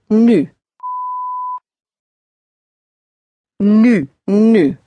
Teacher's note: The U is a real pursed lip sound, as if you're going to whistle.